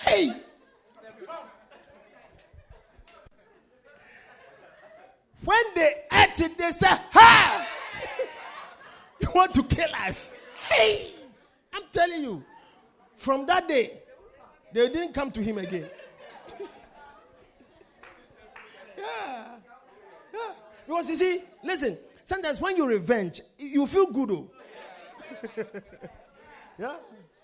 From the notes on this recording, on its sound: Preached at The Victory Secrets Service.